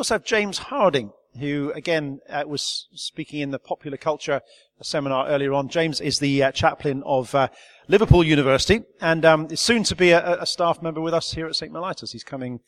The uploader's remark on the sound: This Godpod was recorded at a Conference we held in 2013 called the Holy Spirit in the World Today. It is a panel discussion.